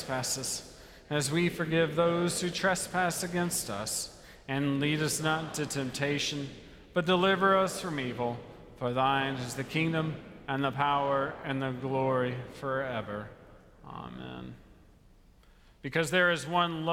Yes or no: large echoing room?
yes